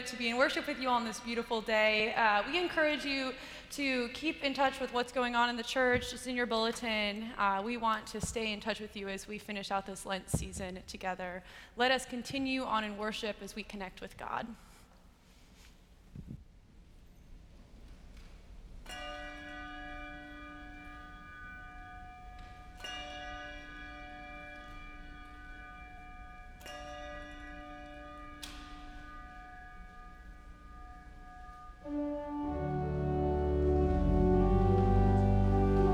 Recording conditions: large echoing room